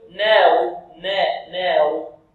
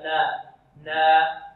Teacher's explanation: الصحيح والله أعلم أنه يفتح النون فتحا متوسطا · Shown in: second take